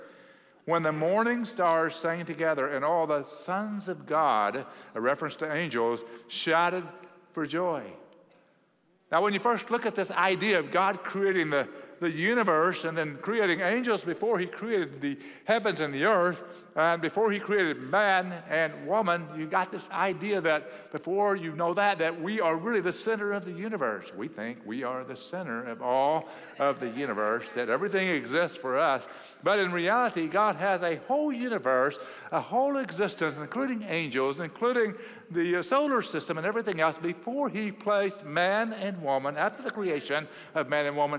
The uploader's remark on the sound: at Cross City Church in Euless, TX